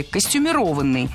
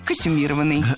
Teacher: прилагательное «костюмированный» с ударением на третьем слоге · Shown in: second take